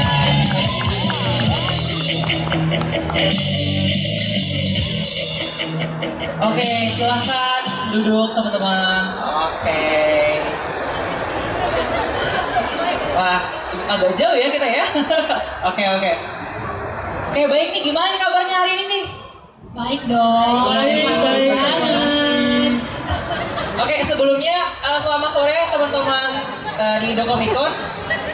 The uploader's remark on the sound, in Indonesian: Periplus Talkshow Indonesia Comic Con Pop Asia